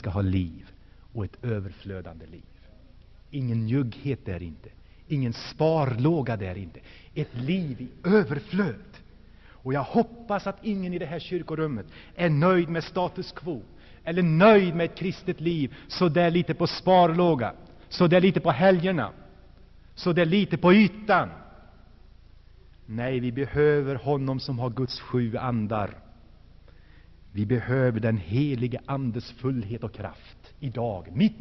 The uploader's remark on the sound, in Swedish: Inspelad i Saronkyrkan, G&#246;teborg 1984-11-18.